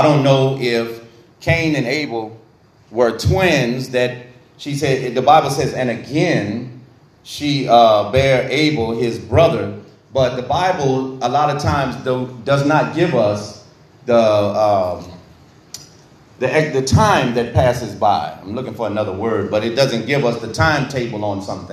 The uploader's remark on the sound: This podcast episode is recorded during our Tuesday evening bible study.